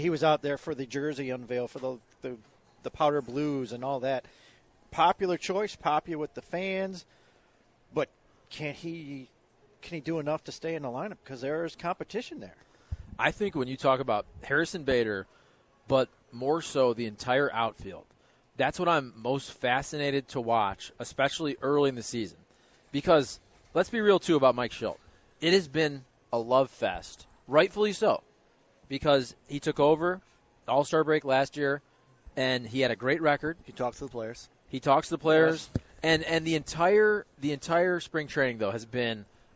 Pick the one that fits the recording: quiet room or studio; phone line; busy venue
busy venue